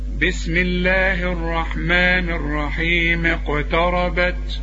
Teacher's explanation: يبقى انا لغيت همزه الوصل